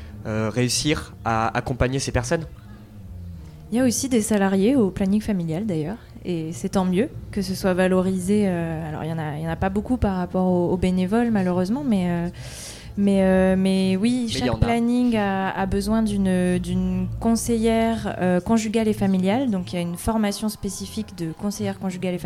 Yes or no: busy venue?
yes